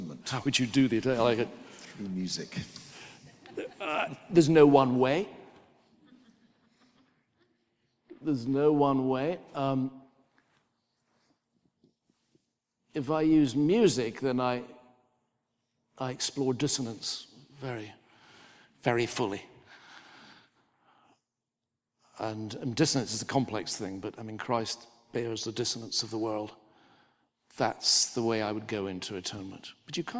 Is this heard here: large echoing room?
yes